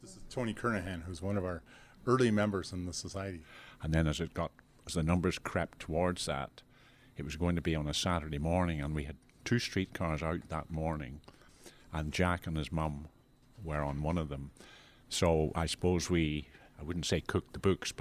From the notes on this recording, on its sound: Then we go to the Indigenous Career Fair to hear from inspiring speakers